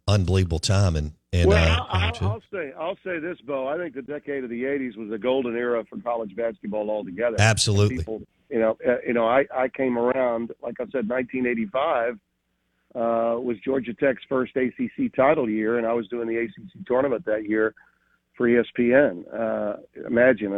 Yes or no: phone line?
yes